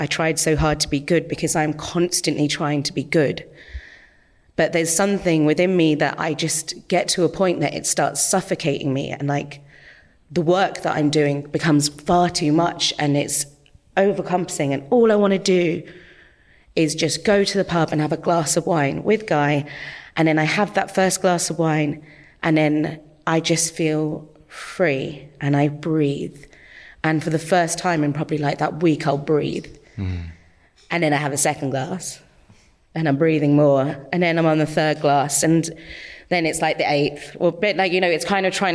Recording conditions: live audience